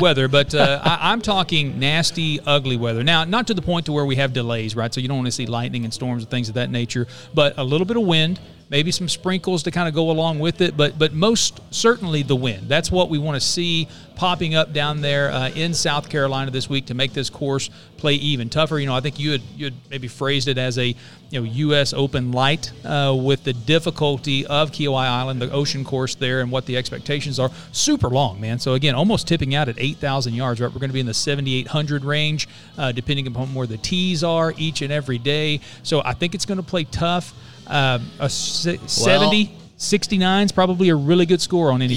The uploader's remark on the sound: The guys are "live" once again from our "home-away-from-home", Chalk Sports Bar!